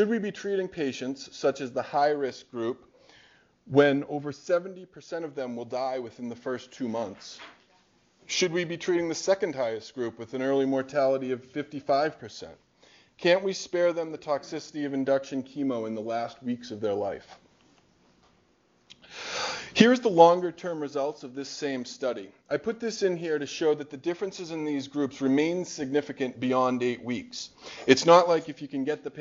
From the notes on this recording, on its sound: Norris Cotton Cancer Center Grand Rounds